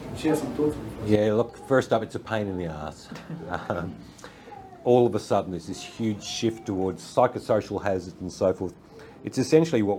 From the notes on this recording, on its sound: Live at the Brisbane Safety Differently Bookclub. This is the live recording of that session at the Brisbane Safety Differently book club.